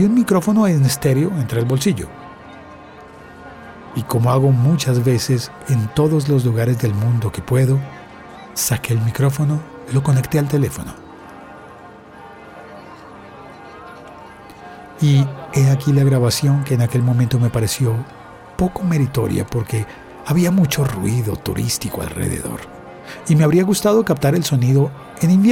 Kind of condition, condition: setting, outdoors